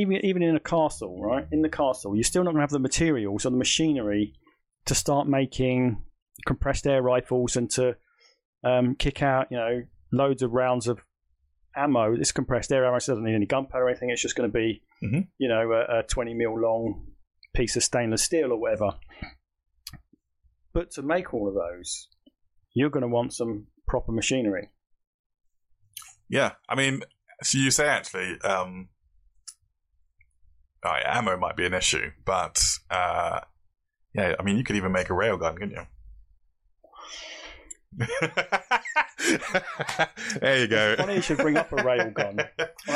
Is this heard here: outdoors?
no